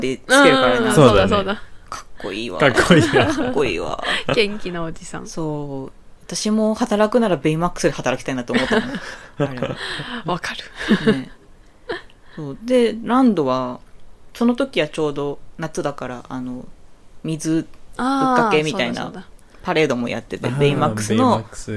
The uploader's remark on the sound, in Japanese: 窓を開けて収録していたので、風でドアが揺れる音が入ってしまい、お聞き苦しいところがあります。ごめんなさい…！